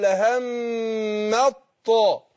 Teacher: الميم مشددة تاخد غنة حركتين، وأروح أضغم التاء في الطاء، أقول لهم الطاء.